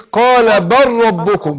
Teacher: قال بل هنا في إدغام يا آية، أقول قال بل ربكم، بل يبقى هضم اللام في الراء